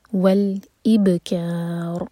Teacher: با پر قلقلہ اور این میں را ساکن ہیوی ہوگا